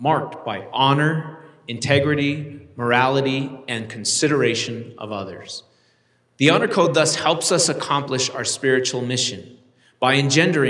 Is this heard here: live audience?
yes